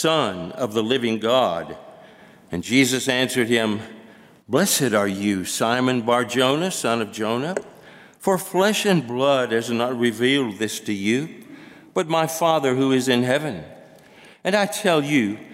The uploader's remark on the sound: At First Baptist Church in Mount Washington, KY.